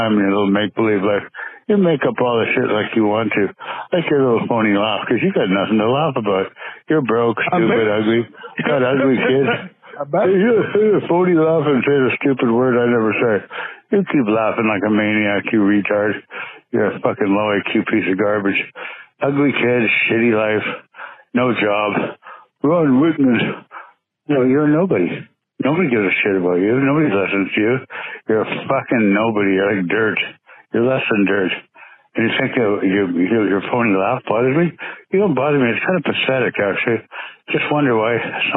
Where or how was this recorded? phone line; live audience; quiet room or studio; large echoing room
phone line